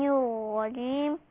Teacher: الرجيم ايضا ديت مدها حركتين او اربعة او ستة، ليه؟ لان دوت مد عارض للسكون.